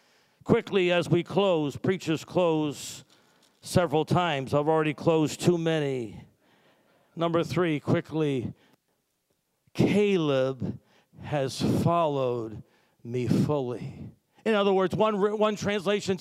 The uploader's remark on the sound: Sunday Service Recording